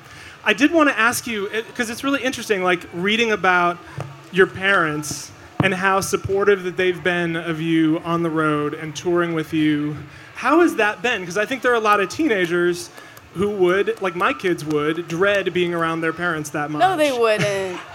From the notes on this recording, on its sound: Recorded live on stage at Austin's ACL Music Festival.